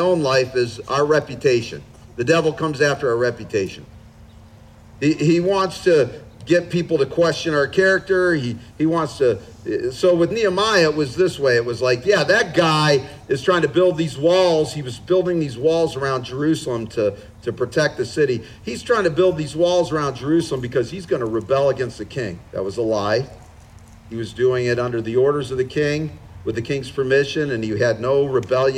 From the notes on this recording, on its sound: Father's Day Outdoor Service. This was an outdoor service, so please forgive some of the audio quality flaws.